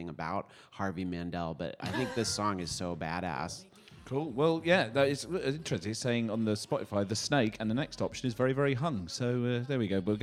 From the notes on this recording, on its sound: NTS radio kindly invited them to present their show The Quietus Hour live from the festival.